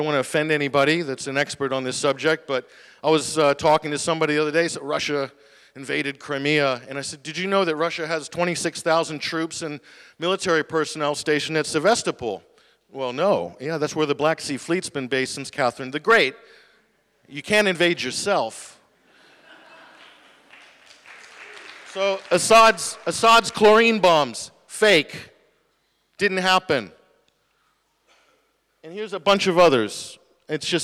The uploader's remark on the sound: talk at the Media on Trial event, October 19th, 2017